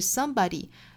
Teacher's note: Somebody 这个词重读是在第一个音节啊